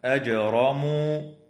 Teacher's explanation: تقلقل الجيم من كلمة أجرموا